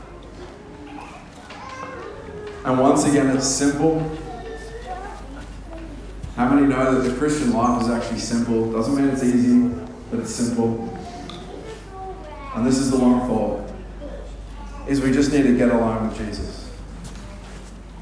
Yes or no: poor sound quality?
yes